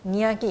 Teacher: 尼呀的是二声，吉的时候是四声